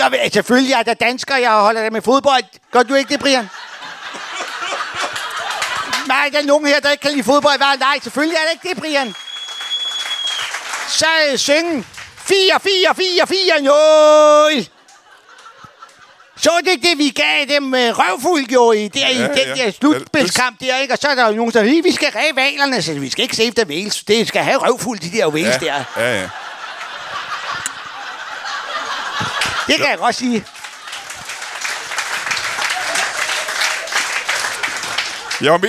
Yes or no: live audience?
yes